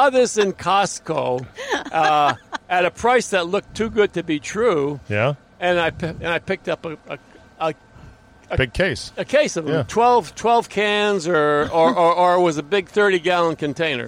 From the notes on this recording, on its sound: an interview in the van